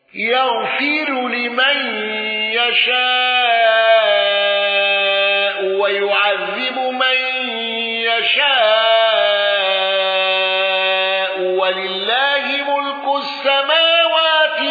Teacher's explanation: أبو عثمان الضرير بترك الغنة وتوسط المتصل